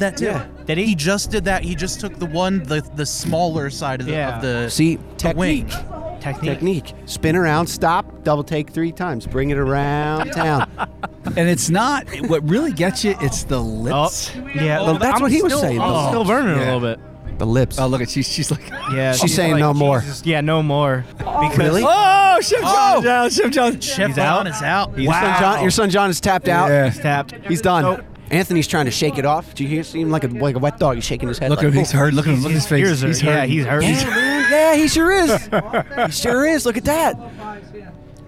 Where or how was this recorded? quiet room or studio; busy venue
busy venue